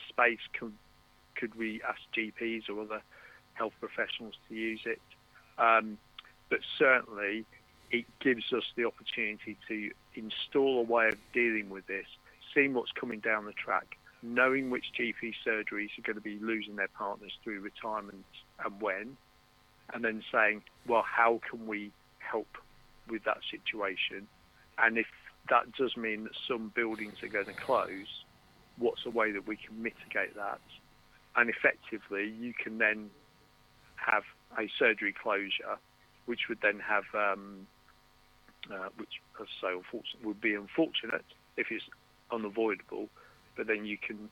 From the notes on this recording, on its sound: Our very first guest by telephone. Apologies for any issues with the sound. Forgot to press all the right buttons on our new mixer and had to recover.